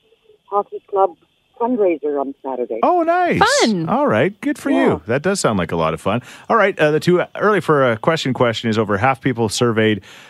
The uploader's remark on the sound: Parking lot party! It's day 2 of rifle hunting season, so we chatted with a bunch of "fired" up huners.